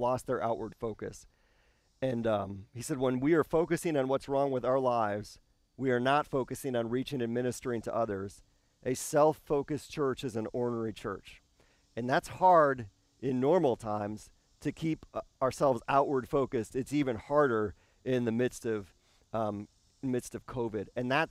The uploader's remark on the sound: This service was filmed and recorded outside.